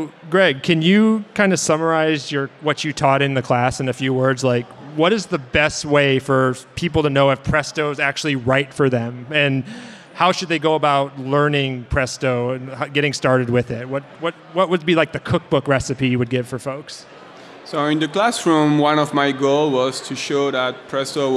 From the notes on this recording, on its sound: At F8 2019. Live broadcast from San Jose.